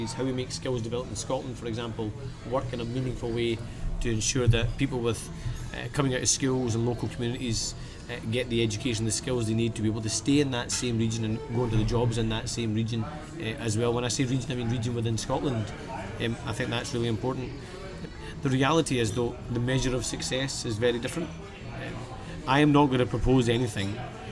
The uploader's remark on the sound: Recorded in Hemma in Edinburgh, 7th August 2014.